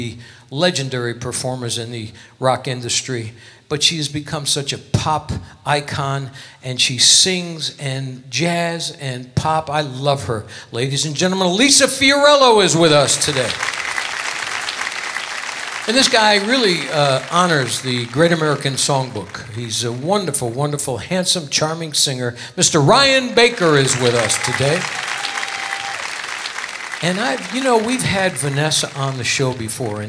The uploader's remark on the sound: Live at the SouthPoint Casino.